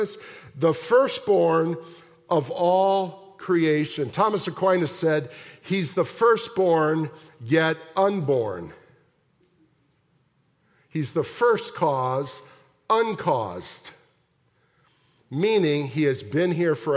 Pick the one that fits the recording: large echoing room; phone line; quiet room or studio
large echoing room